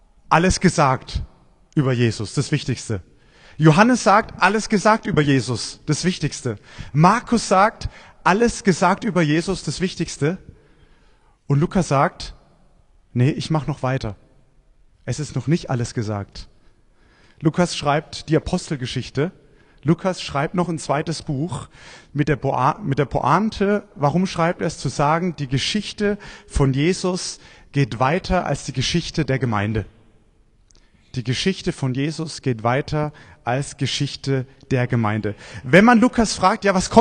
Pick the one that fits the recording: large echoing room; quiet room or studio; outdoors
large echoing room